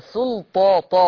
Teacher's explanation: طب سلطة تا ولا سلطة طا؟ طا الطاء حرف مفخم، ده أقوى حروف الهجاء